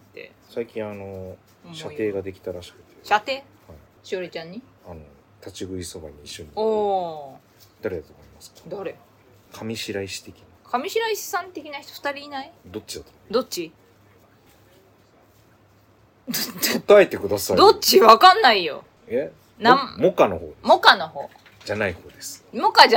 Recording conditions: phone or laptop microphone